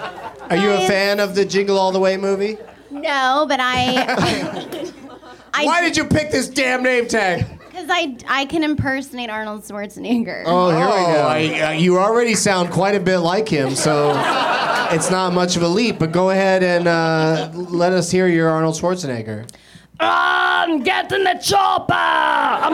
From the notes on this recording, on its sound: Live from the UCB Franklin in LA